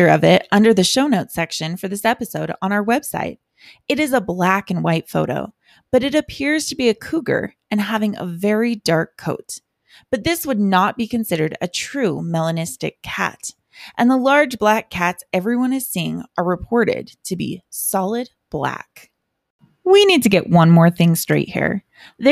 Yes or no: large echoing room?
no